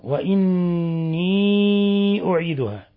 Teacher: نون مشددة تغن مقدار حركتين. وعندنا مد متصل لمن أسكن الياء.